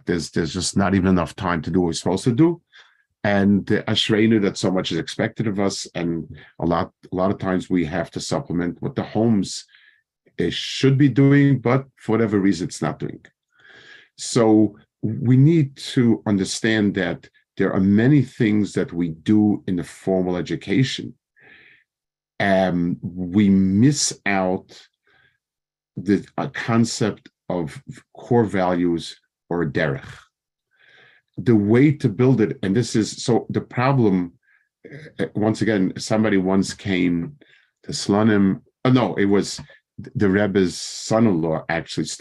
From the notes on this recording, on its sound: Given over Zoom for the Consortium of Jewish Day Schools.